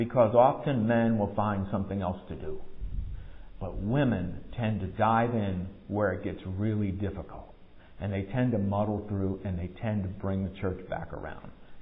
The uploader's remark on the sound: Recorded at MPPC on Sunday, November 6, 2022, during worship.